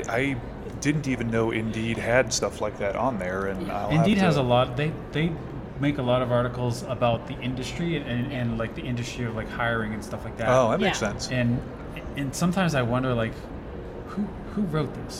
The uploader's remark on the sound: We recorded it LIVE with her at IVECCS in Denver last month! You'll hear some different sounds as we were literally in a hallway and a couple people stopped by the table to say "hi" not realizing we were recording!